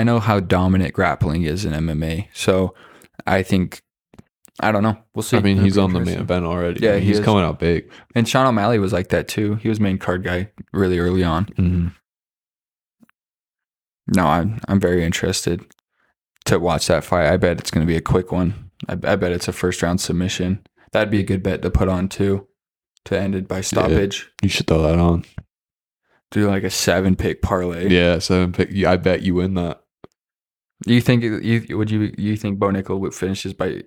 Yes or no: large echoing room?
no